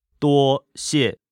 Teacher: It's one first tone, which is the flat tone, 多, and then one falling tone, xie.